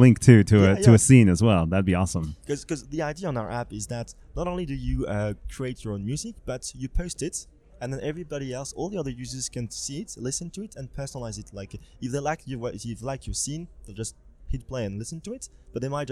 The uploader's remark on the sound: stopped by the #MidemTectonics podcast booth at Cannes